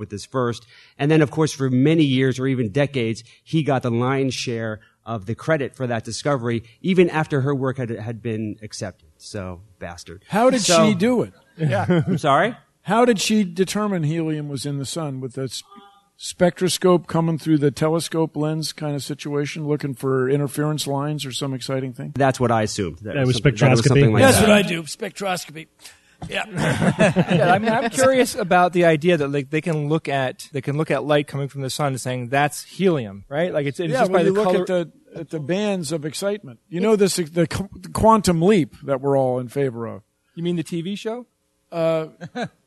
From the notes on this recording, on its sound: SGU Live from NECSS